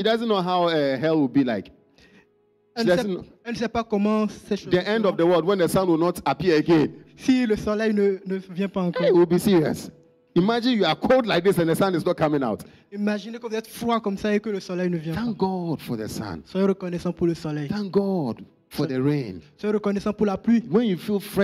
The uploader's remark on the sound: Preached during Joyful Hour Sunday Service